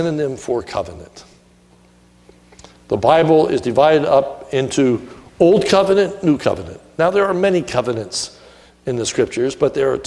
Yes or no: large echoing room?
yes